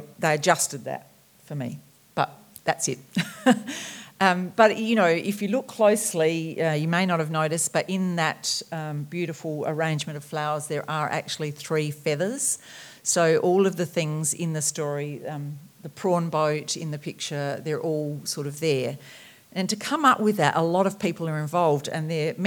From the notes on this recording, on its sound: Entertained the audience at the Marion Domain Theatre. Fans will delight in this recording of her talk.